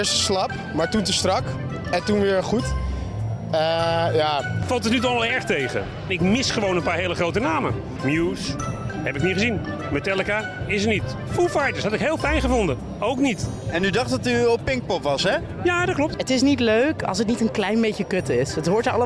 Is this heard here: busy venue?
yes